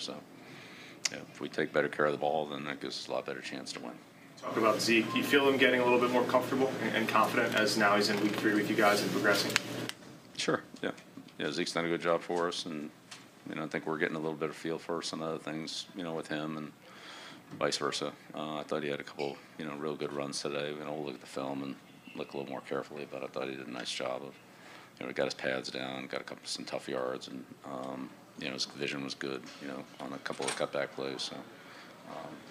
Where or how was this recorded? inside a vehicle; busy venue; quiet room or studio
busy venue